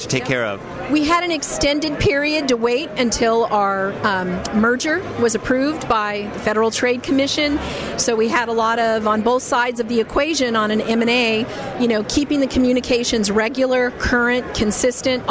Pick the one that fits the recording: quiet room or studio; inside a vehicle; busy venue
busy venue